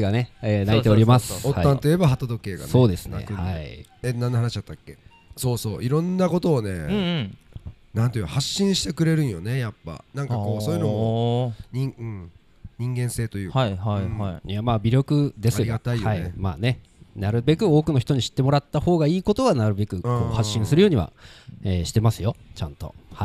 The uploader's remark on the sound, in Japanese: 欧風食堂「オッタントット」さんの元へ伺い。